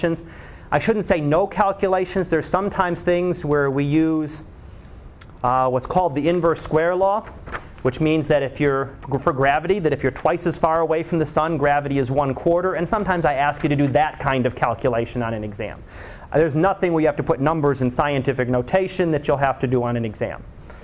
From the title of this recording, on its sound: Live Class Lecture